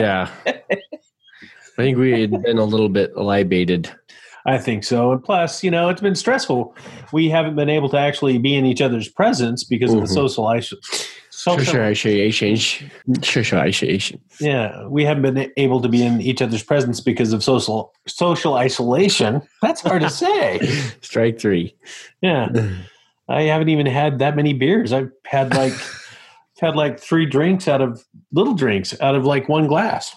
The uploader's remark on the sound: Join us as we explore this phenomena while recording remotely.